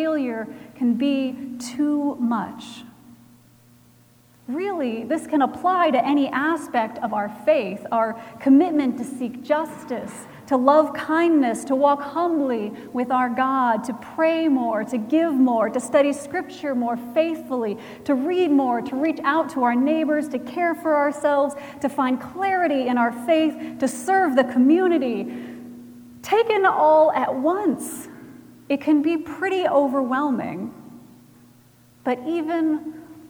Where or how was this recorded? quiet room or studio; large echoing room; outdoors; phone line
large echoing room